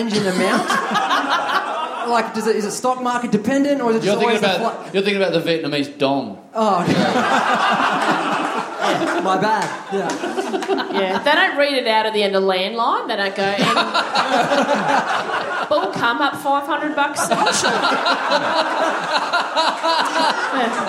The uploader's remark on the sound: We let a listener onto the stage for a special VIP experience. Big live podcast and stand-up show.